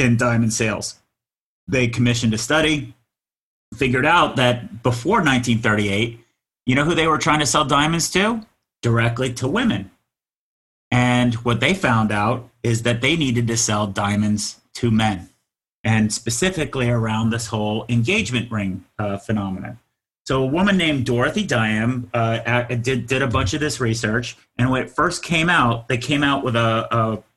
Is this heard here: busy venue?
no